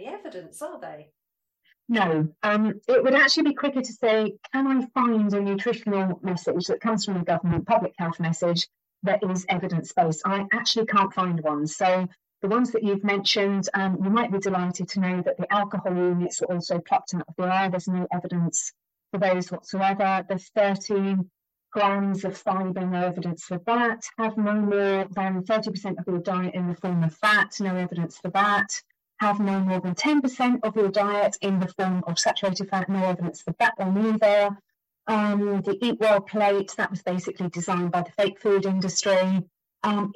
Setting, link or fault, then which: fault, poor sound quality